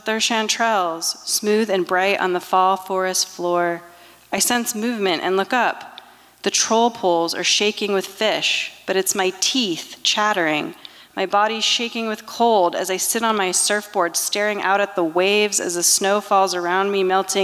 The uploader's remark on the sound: 2023 FPG-Liberty Theatre-Friday Night. Performance was recorded at the Liberty Theatre in Astoria, OR on Friday, February 24th, 2023.